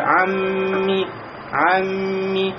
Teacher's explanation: Здесь, да, появляется у нас, смотрите, гунна, мим удвоенный, то есть говорим уже амми, амми. Значит, вот это гунна, назализация, вот этот звонкий звук выходит, да, из носовой полости, он длится в течение двух огласовок, то есть в течение целого одного алифа.